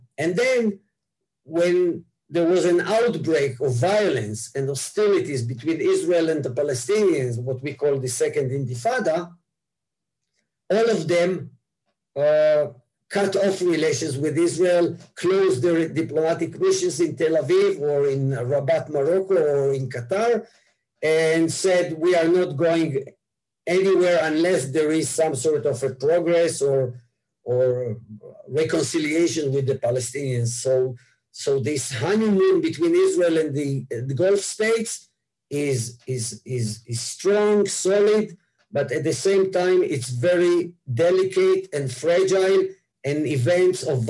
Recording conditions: video call